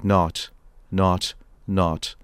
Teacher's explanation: So it's not just t-t-t, it's t-t-t, has a splash, has a little bit of air behind it.